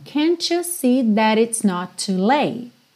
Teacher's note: Você junta num T só.